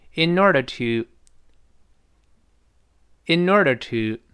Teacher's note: 那个 inorder，声音开始往上扬一点儿